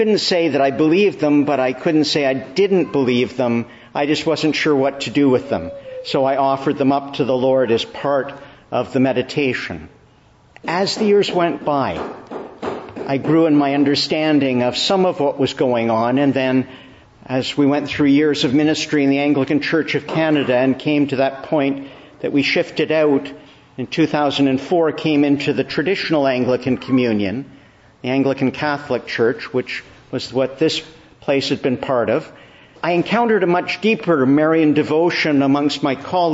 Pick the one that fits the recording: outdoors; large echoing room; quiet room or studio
large echoing room